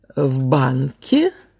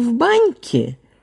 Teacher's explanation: То есть, скажем, в слове «в банке», да, мы знаем, что перед мягким «ке» стоит твердый «на». А в слове «в баньке» перед мягким «ке» стоит мягкий «не».